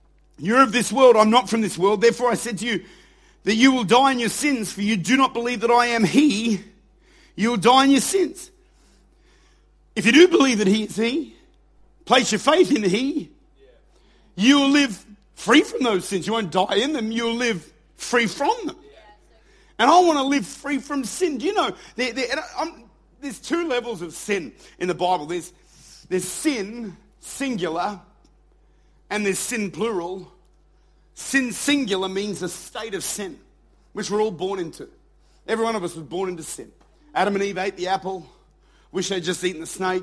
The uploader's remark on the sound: Recorded at Lifepoint Church, Adelaide.